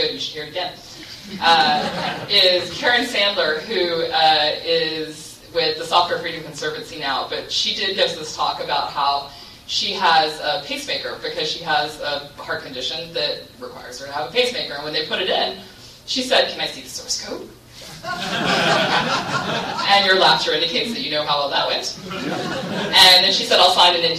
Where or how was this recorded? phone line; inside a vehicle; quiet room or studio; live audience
live audience